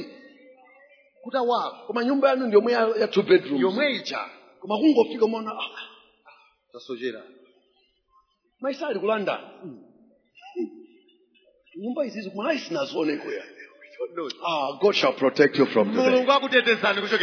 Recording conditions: large echoing room